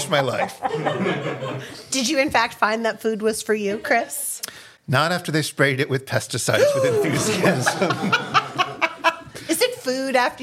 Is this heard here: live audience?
yes